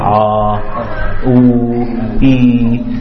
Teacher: These 3 sounds, Ah, Oo, E, they're coming from the Jawf. · Term: letters of the Jawf